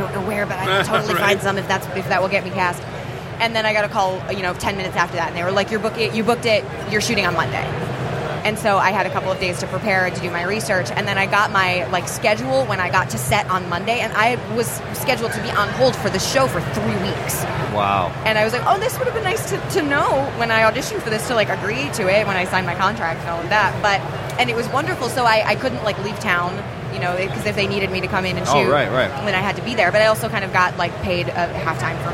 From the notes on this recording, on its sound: Live from Motor City Comic Con 2017.